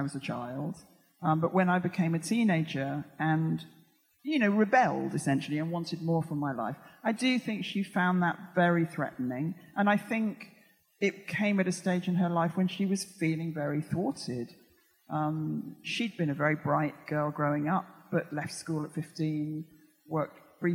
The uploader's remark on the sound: Recorded on 10th Feb 2020 at EartH Hackney.